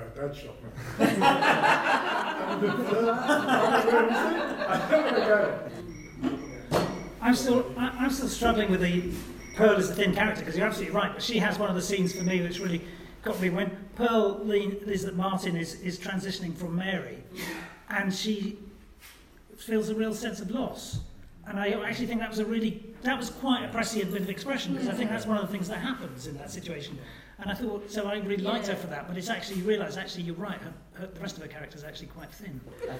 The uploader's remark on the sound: A special live podcast for Brighton City Reads 2018